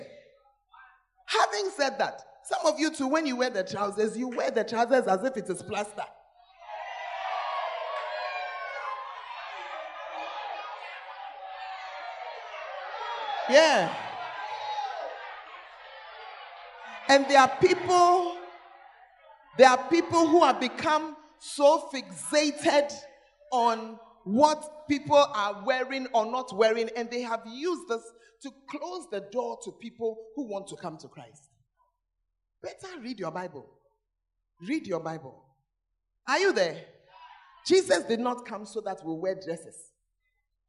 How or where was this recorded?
large echoing room